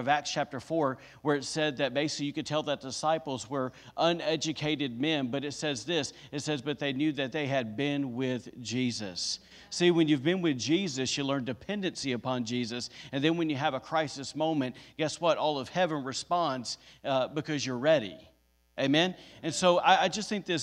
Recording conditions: large echoing room